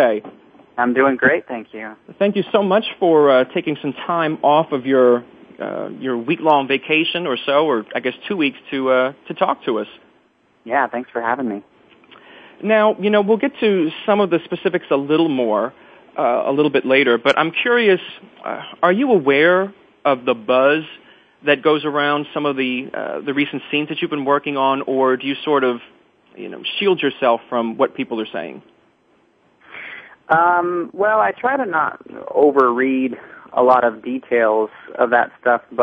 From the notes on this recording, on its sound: Drops by Soap Central Live. And, as always, fans call in with questions of their own.